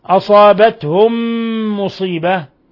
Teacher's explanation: ميم ساكنة جاء بعدها ميم متحركة، أضغمت الميم الأولى في الثانية إضغام مثلين صغير فصارت ميما واحدة مشددة تغن مقدار حركتين